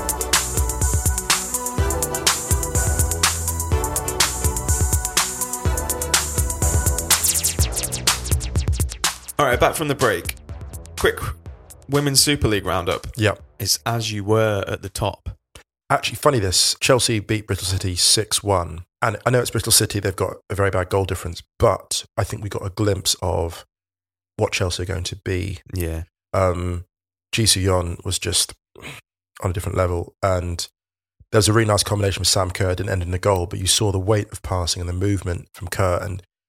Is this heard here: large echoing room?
no